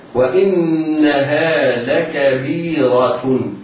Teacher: وإنها، الواو في وإنها مرققة والهمزة مكسورة مرققة. وإنها، النون حرف أغن مشدد يجب غنه بمقدار حركتين